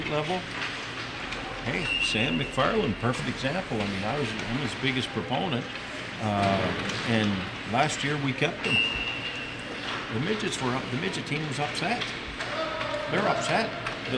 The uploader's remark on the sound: take the studio on the road to the Grant Harvey Centre